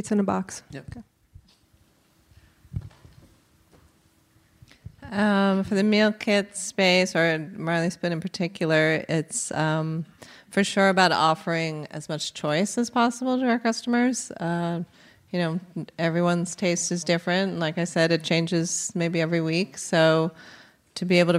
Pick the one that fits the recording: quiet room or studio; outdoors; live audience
live audience